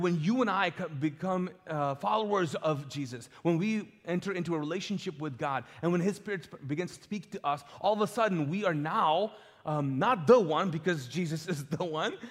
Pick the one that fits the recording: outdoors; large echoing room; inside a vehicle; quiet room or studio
large echoing room